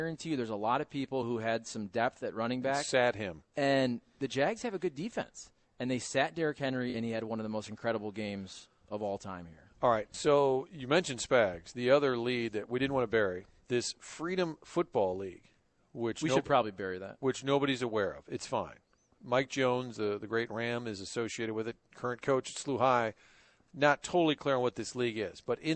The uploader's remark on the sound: Broadcasting live from Busch Stadium.